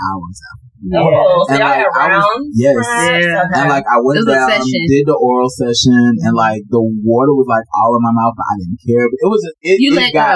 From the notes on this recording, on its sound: This episode had some technical difficulties with the sound. WOPV Entertainment podcast recording studio here in Atlanta.